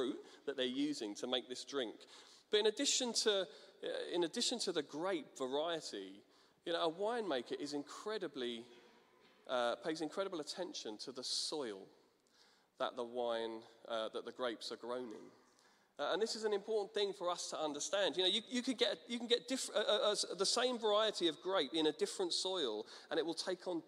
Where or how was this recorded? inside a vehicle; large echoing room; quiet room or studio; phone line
large echoing room